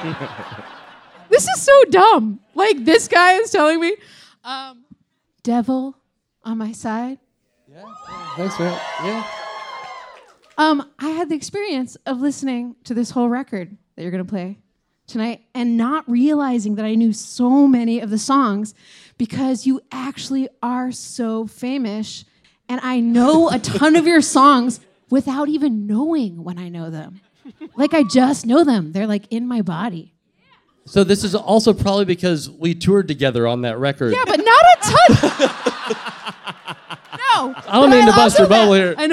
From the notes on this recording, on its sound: Live show taping at Bowery Ballroom, New York City